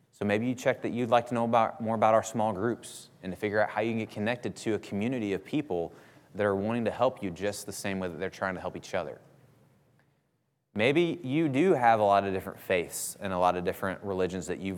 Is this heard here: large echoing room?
yes